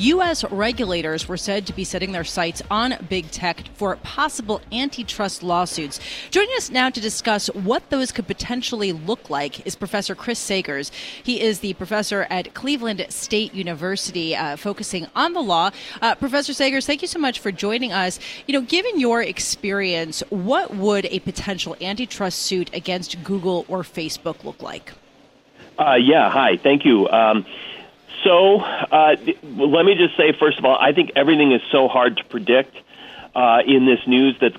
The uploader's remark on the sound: Broadcasting Live from the Bloomberg Invest New York conference.